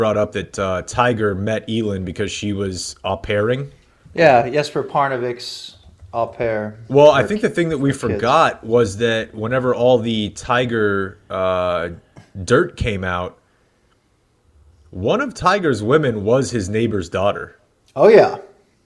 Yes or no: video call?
no